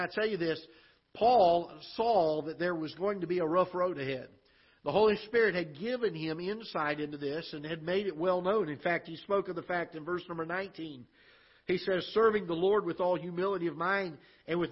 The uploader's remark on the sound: Ketha Heights Baptist Church ~ Live Broadcast